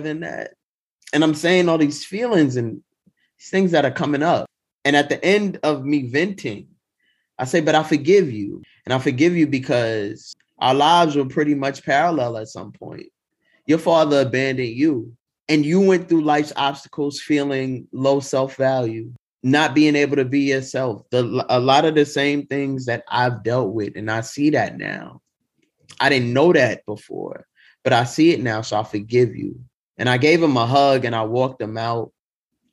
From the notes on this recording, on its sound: Two bold stories from Grit's Mental Health Happyish Hour (virtual) open mic